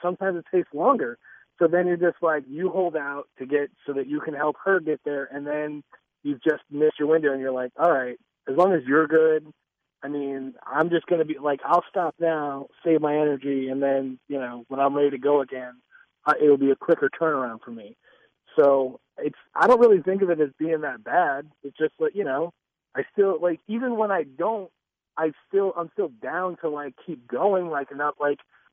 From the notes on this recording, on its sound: Back in studio. Back on the phone from Boston.